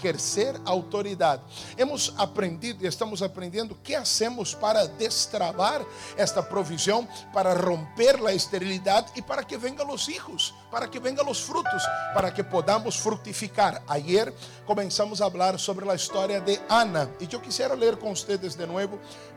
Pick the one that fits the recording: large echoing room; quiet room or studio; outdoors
large echoing room